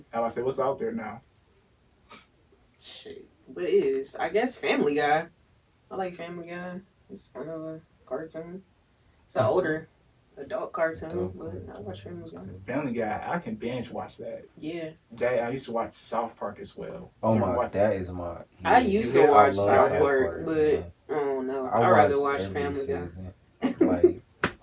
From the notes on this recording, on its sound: Sorry for the technical difficulties with the audio